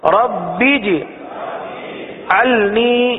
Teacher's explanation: قلقلہ کریں گے نا، جیم ساکن ہے، عرف قلقلہ ہے.